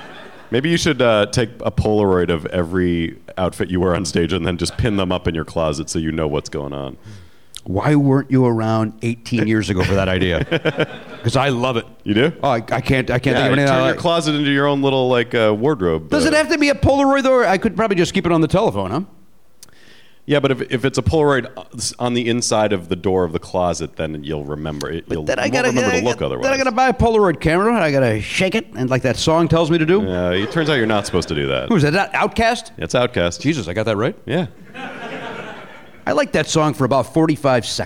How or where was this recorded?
live audience